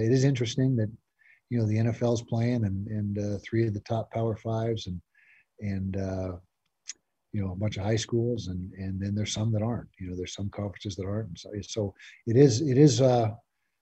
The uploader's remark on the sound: during a Zoom press conference